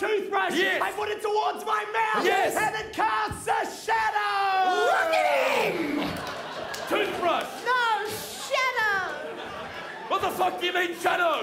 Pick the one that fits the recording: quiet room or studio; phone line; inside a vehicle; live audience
live audience